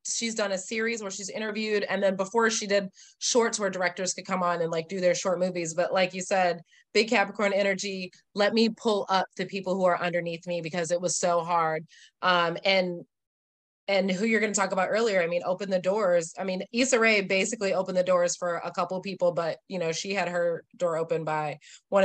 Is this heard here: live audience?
no